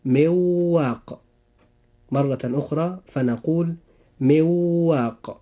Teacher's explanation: النون الساكنة جاءت في حرف من، والواو جاءت في كلمة واق، فهنا وقع بعد النون الساكنة حرف الواو، وهو من حروف الإدغام بغنة